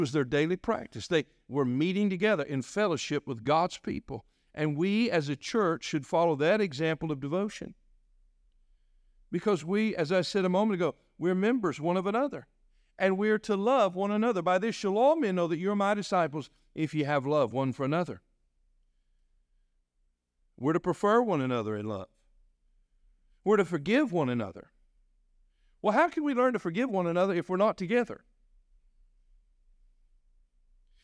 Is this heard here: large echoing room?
yes